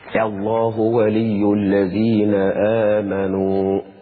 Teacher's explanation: البدل هنا فيه ثلاثة أوجه: القصر والتوسط والمد